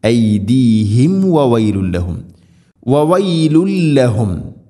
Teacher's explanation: സാക്കിന മീമിന് ശേഷം വ വരുമ്പോൾ ശ്രദ്ധിക്കണം, രണ്ട് ചുണ്ടുകൾ തമ്മിൽ തട്ടിച്ച് മീമിനെ പൂർണ്ണമാക്കി ഉച്ചരിക്കണം